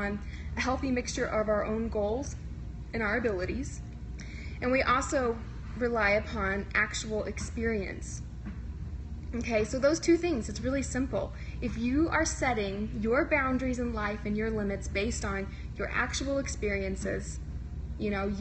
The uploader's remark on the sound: Today’s episode is another live Periscope recording, so please excuse some of the poor sound quality.